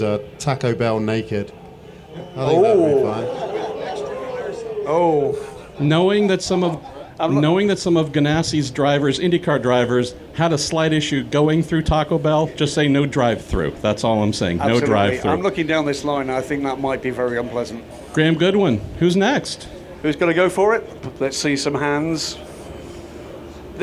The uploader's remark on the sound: It's The Week In Sports Cars Live from the crossover IMSA and WEC event at Sebring where the European and American Ford Chip Ganassi teams came together for a 30-minute podcast hosted for fans in the paddock.